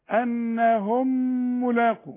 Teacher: انهم بتنتهي بميم وهتقابلني ميم اخرى، يبقى انا بشبك الميم دي مع الميم دي